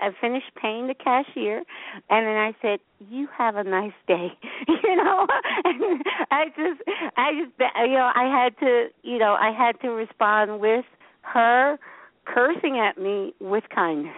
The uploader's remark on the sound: This will be a special 2 hour show giving callers the opportunity to call in with questions.